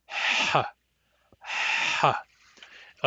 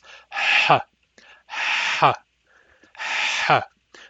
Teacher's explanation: When you make a back H, you are flexing the root of your tongue to close your throat. That's why it's noisy.